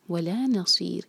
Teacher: یہاں بھی را باریک پڑھا جائے گا، را ساکن کریں گے، اس سے پہلے کسرہ ہے اور یا ہے